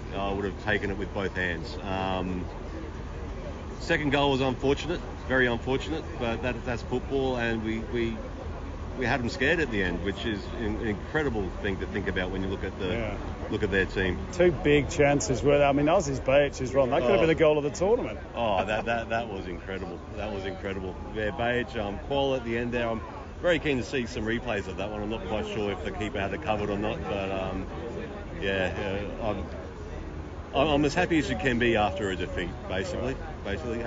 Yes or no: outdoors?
yes